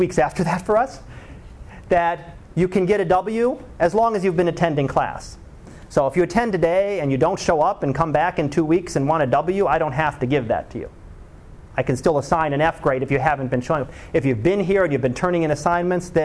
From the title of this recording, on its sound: Live Class Lecture